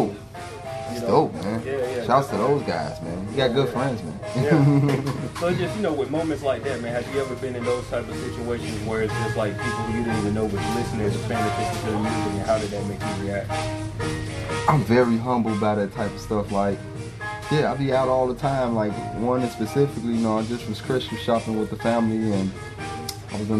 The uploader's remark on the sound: We recorded the conversation live at Hyde Park Records